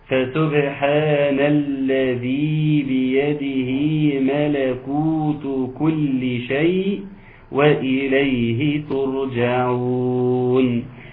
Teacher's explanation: الآية الأخيرة، فسبحان الذي بيده ملكوت كل شيء وإليه ترجعون. فسبحان، ناخد بالنا من قلقلة الباء